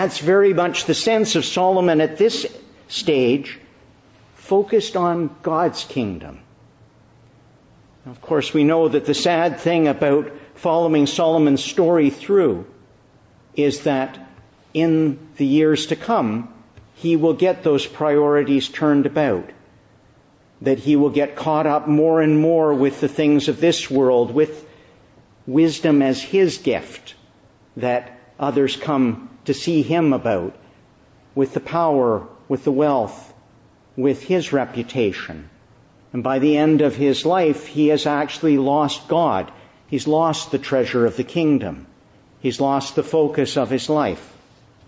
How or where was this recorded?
large echoing room